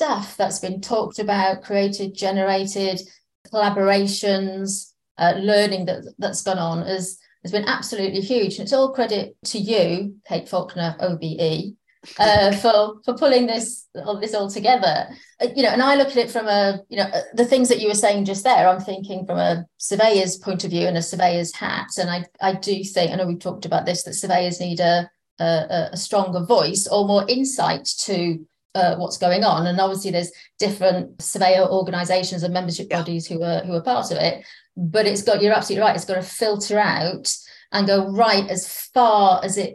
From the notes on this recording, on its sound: It was recorded as a webinar and shared with The Surveyor Hub Community.